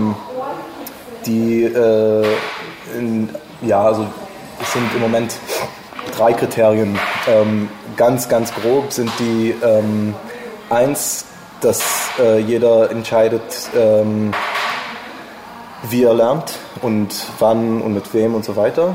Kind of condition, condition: fault, background noise